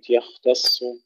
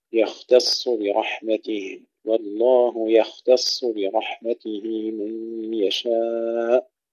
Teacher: والله يختص، ننتبه هنا إلى كلمة يختص، ترقيق الياء وتفخيم الخاء، ترقيق التاء وتفخيم الصاد